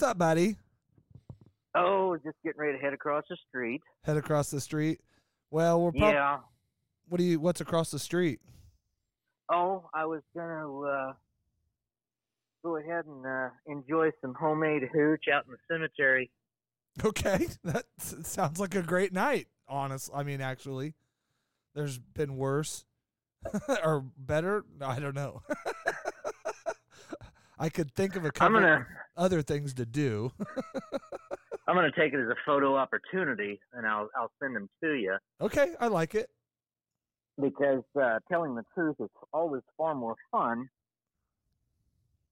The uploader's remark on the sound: As he answers the phone he is just getting home from his 5th family reunion this week and walks across the street to a strange location to have a drink. Short call.